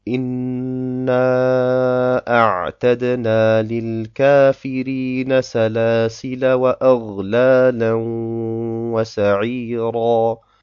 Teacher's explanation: Und dieser nicht runde Kreis weist darauf hin, dass man das Alif weder beim Weiterlesen noch beim Stehenbleiben ausspricht